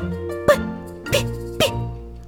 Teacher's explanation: Голос не участвует. Только шум, дыхание. Значит, они глухие.